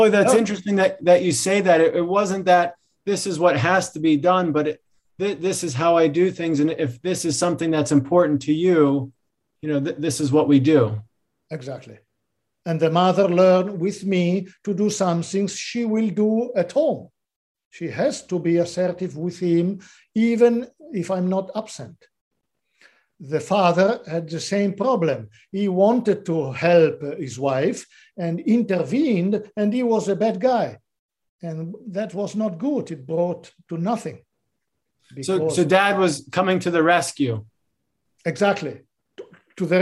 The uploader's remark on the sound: This episode features audio from one of our webinar presentations.